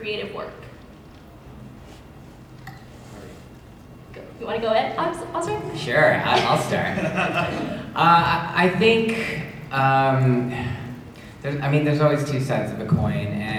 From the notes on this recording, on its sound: WonderCon Anaheim 2019. Check out the audio clips he recorded from the event!